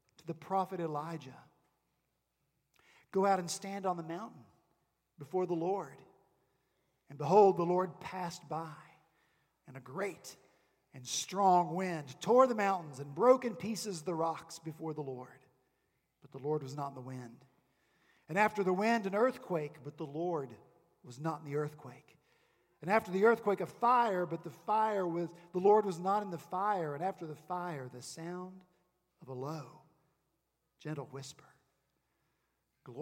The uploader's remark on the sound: this past Sunday, January 19 at Redeemer Presbyterian Church in Charleston, SC.